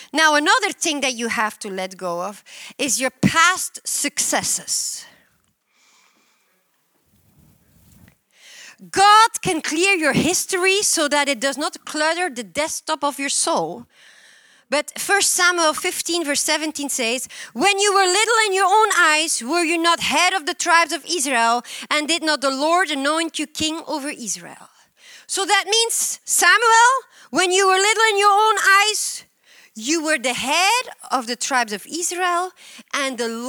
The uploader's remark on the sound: at Harvest Bible Church in Stockton, CA.